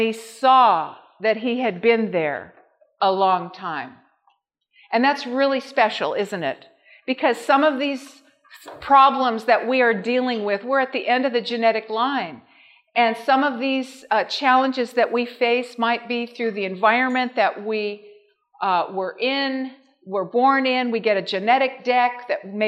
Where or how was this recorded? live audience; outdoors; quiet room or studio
live audience